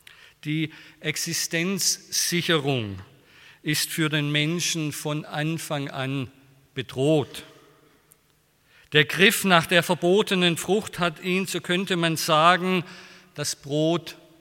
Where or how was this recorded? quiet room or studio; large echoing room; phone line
large echoing room